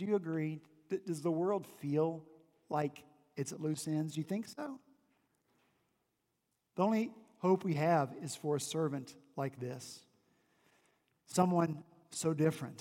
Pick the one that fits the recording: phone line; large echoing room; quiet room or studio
large echoing room